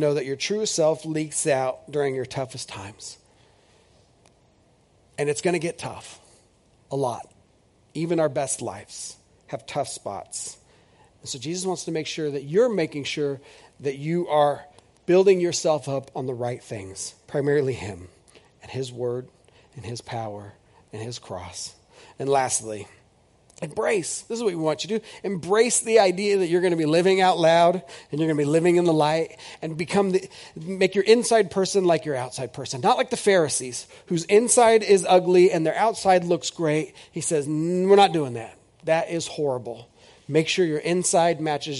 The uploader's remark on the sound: This is audio ripped from the Live Service video.